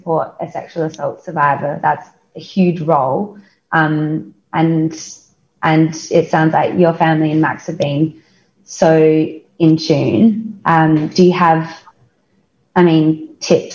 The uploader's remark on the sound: This episode was recorded while South Australia was in lockdown. Chatting over Zoom today. This podcast is recorded on the land of the Kaurna people.